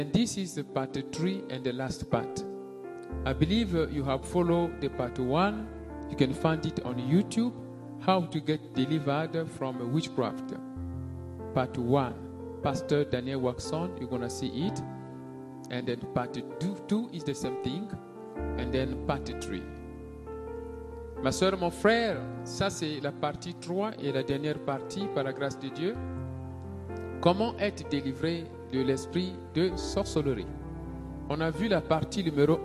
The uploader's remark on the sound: SUNDAY LIVE SERVICE